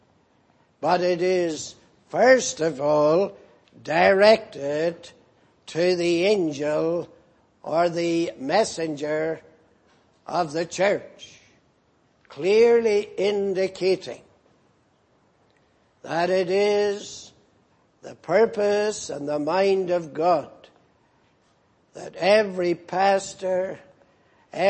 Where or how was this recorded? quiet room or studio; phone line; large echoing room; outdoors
large echoing room